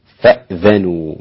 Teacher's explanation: فأذنوا بسكون الهمزة مع فتح الذال